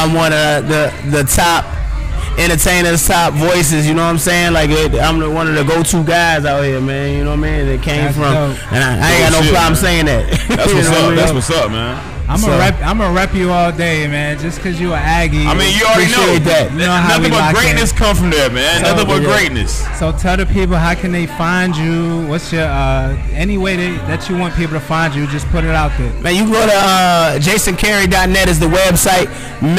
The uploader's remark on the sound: New Episode recorded LIVE at the 93.9 Power Hitz Radio Christmas Toy Drive..